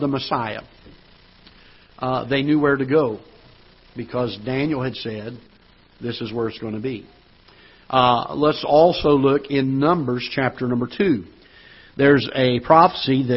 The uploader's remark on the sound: Ketha Heights Baptist Church ~ Live Broadcast